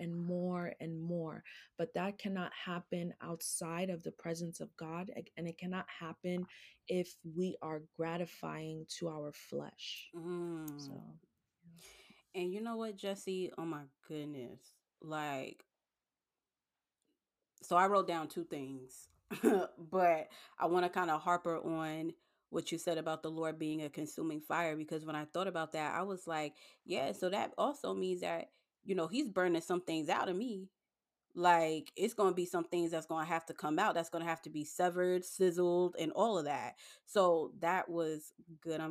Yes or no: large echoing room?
no